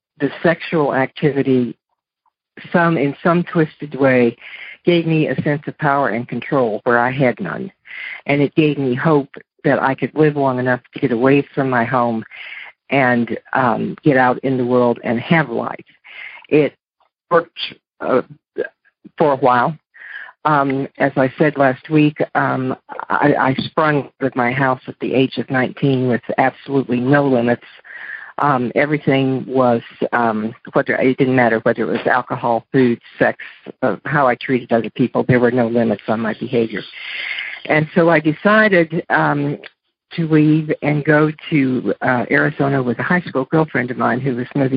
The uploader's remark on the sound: Monday Noon Phone Speakers Series